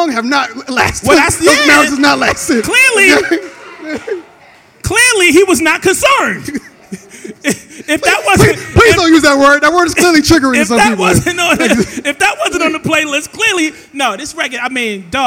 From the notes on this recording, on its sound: In front of live audience in New York City.